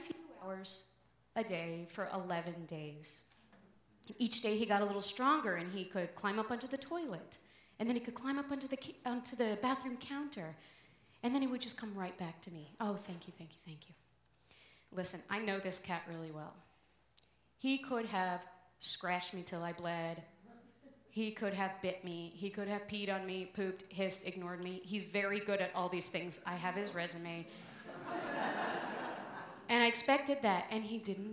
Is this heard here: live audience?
yes